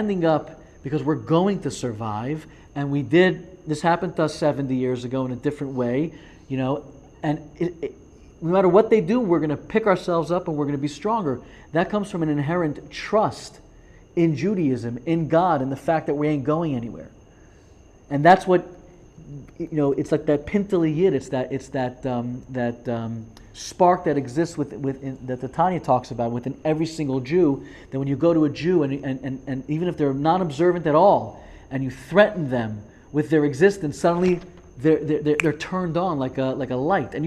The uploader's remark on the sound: Live, Parkland Florida.